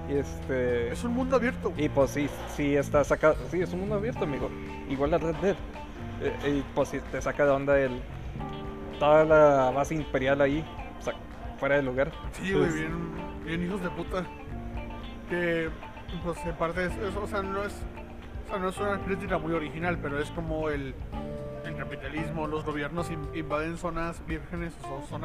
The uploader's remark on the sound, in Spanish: Grabado en un Carl’s Jr, afortunadamente aun nos lo permiten.